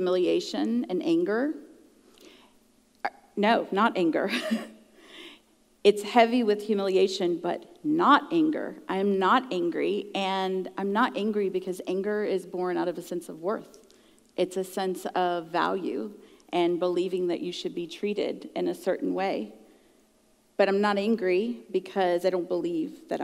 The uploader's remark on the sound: at the June icuTalks live event.